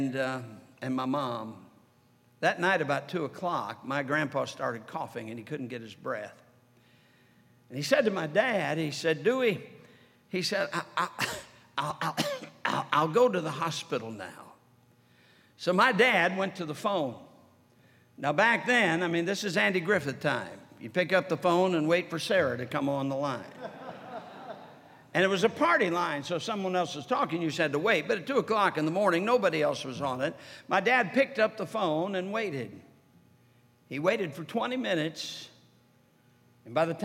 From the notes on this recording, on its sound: during the Sunday Evening service of the 47th Annual Stewardship and Missions Conference on October 15, 2023, at North Valley Baptist Church in Santa Clara, California